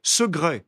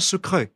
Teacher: Le C se prononce quelquefois comme un G. Ainsi, on prononce segret et non pas secret. · Shown in: first take